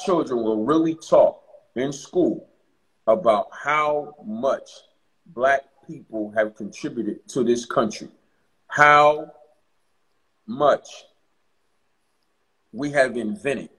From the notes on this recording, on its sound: joined us on IG Live